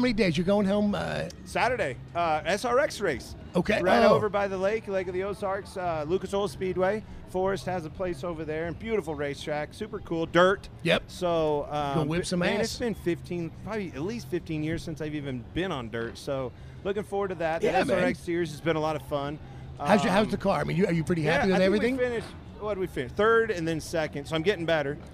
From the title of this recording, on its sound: LIVE FROM STURGIS